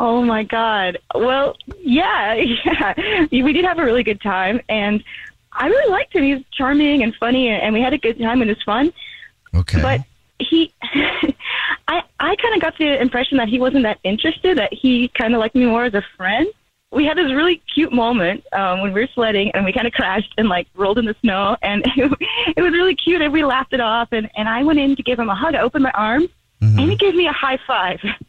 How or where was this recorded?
phone line